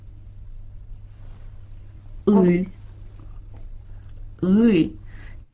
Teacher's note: Tätä äänettä kutsutaan takaiiksi, koska se ääntyy hyvin takana, lähellä kurkunpäätä. Voit harjoitella vaikka panemalla kynän poikittain etuhampaiden taakse ja sanomalla i.